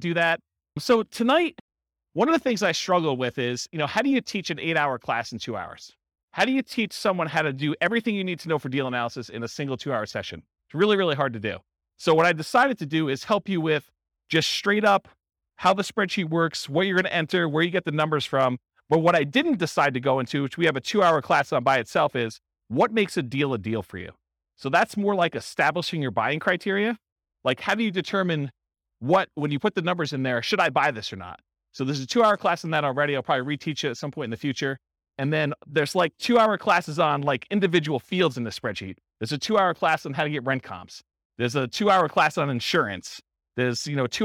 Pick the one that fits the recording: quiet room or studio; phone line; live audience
live audience